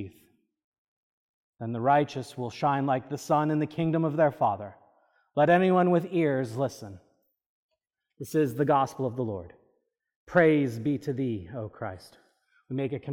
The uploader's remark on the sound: This is a recording from the service of Holy Communion according to the Book of Common Prayer (1662) on July 23, 2023 (Seventh Sunday After Trinity).